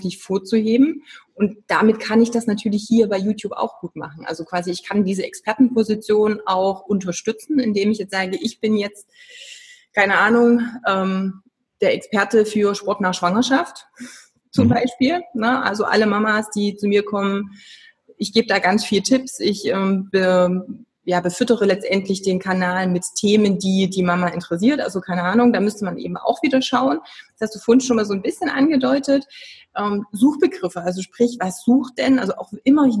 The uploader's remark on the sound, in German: Im Live-Webinar. Richtmikro fürs iPhone.